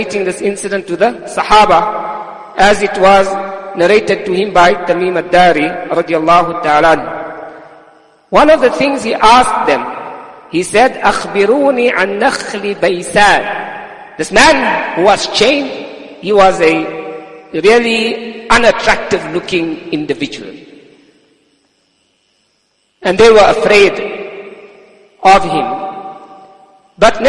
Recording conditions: large echoing room